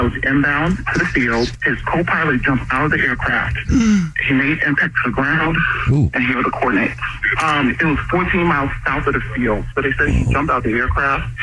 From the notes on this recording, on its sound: Is on the phone. The woman on the phone has a Dirty Little Secret she is keeping from her family about her new boyfriend.